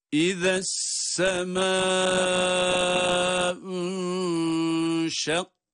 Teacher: Meddi muttasıl uzatma harfinden sonra hemzenin gelişi ile aynı kelimede olması halinde, tabii ki hemze ile aynı kelimede olarak bulunması halinde meddi muttasıl oluyor. Dört elif miktarına kadar uzatabiliyoruz. İşte İzessemâ'ûşşakkat.